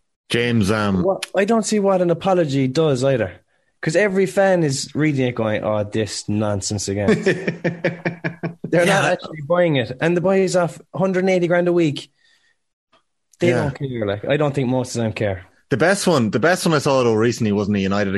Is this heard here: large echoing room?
no